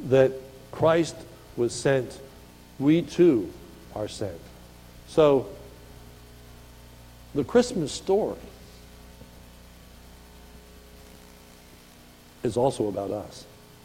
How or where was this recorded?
large echoing room